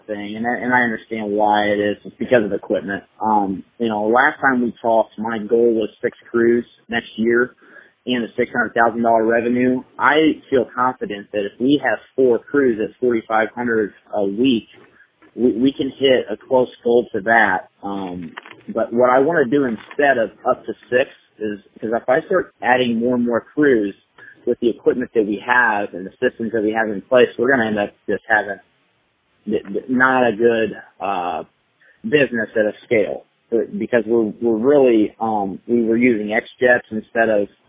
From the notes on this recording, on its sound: Live Coaching Call With A Growing Business